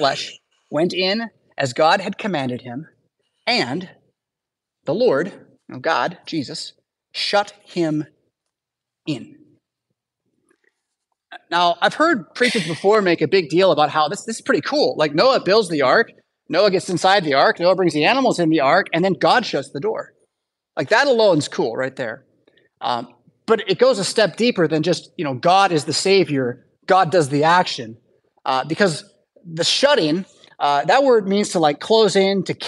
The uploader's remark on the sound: Preached at St Paul Lutheran Church , Rockford, Illinois on Sunday June 18, 2023.